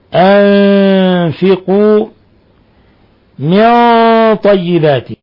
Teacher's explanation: جاء بعدها طاء غنة مفخمة لأن الطاء من حروف الإطلاق ومن حروف الاستعلاء